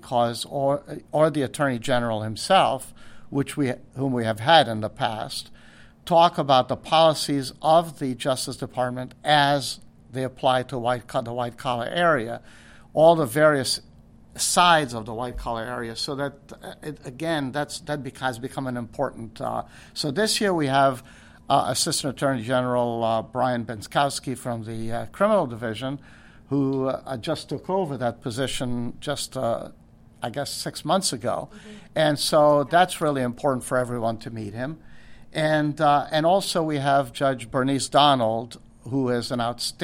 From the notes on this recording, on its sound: Live from National White Collar Crime Institute. We are live in New Orleans.